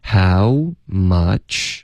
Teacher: 我们开头有一个双元音啊呜的音，OK？很多的学生都喜欢发成一个哦的音，所以就会发成 howmuch。OK，然后就这个哦的音英文不存在，所以大家要发成哈。哈哈笑的哈，然后再嘟嘴 how，所以不是 how 而是 how，OK， howmuch，发 much 的时候呢，大家要注意这个 ch 的音是要嘟嘴， howmuch， howmuch，别发成一个中式的七的音， howmuch，这个七跟 ch，这个音质上呢，对一个老外来说是区别还是挺大的，OK，会导致一个很重的口音。然后最后呢，我们就有一个 longer，那这个就不难了。I think it